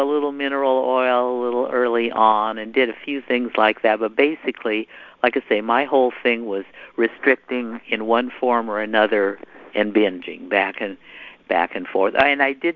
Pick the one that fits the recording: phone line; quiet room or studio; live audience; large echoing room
phone line